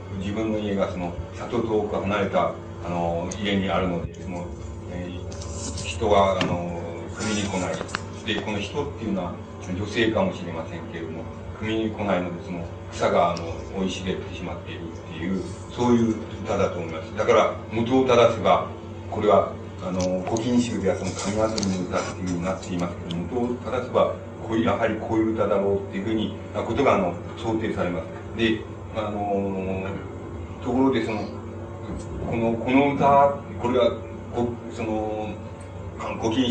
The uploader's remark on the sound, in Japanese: 主催：詩誌「無限」事業部 場所：明治神宮外苑絵画館文化教室。声が若干遠く聞こえ、 ところどころにノイズが入っており 音質はあまりよくない。質疑応答が講演本編より長い。